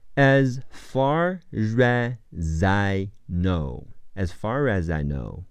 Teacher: 第二个 as 的 z 要和 i 连起来读 z · 在这里 far 结尾的 r 要和第二个 as 的 i 连起来读 r